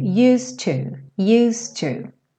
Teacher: used to, na fala rápida isso fica muito ligadinho